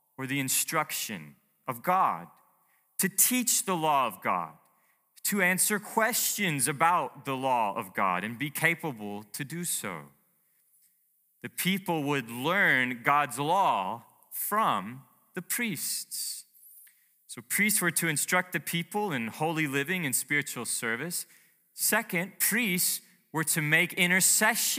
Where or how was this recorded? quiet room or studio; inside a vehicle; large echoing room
large echoing room